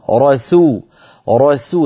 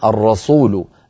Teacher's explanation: من جملة ذلك أيها الأخت الكريمة، آمن الرسول، الراء مفخمة سو مرققة، رسو رسو ننتقل من راء مفخمة لسين مرققة · Shown in: first take · إن لم نفعل خرجت معنا الرسول، آمن الرسول، صارت السين صادا بسبب أننا انتقلنا من راء مفخمة إلى سين مفخمة، وهذا ما فعلتيه سهوا.